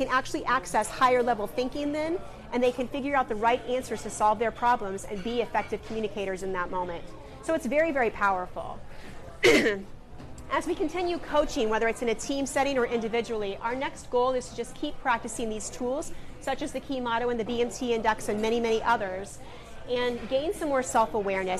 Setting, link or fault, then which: setting, busy venue